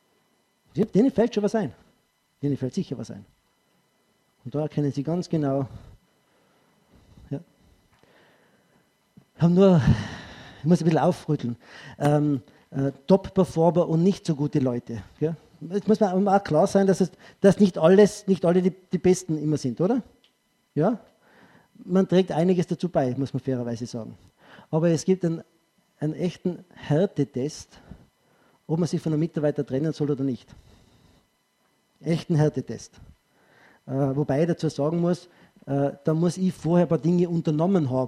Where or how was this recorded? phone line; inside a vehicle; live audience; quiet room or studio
live audience